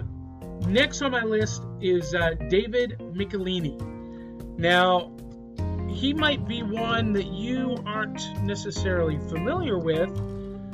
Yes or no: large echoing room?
no